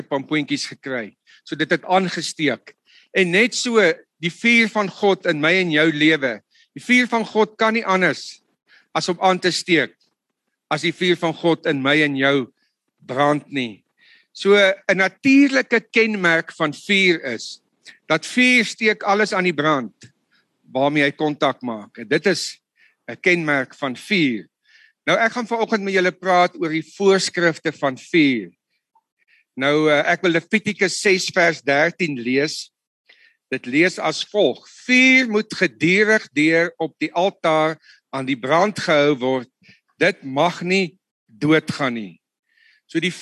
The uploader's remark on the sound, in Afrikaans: Woord Sonder Grense Mannebediening se saalbyeenkomste by Choose Life Church *(CLC)* vind plaas op Dinsdae oggende vanaf 6:00 tot 7:00 by *CLC* se saal. Die Manne Bediening *DIGITAAL* se *Zoom* byeenkomste word gefasiliteer tesame, en op dieselfde tyd, as die saalbyeenkoms.